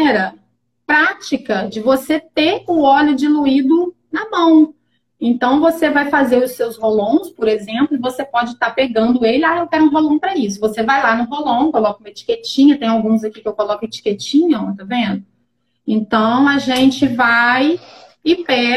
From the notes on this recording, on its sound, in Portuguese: gravado em Live no Instagram no dia 26-10-2020